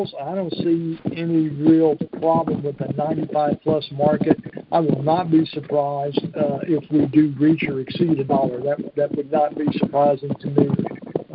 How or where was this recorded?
phone line